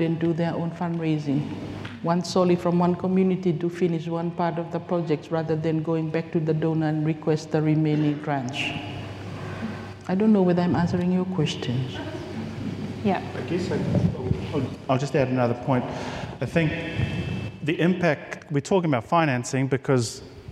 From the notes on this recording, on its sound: This episode was recorded live on Day 2 of CID Conference 2023. At Pipitea Marae Wellington.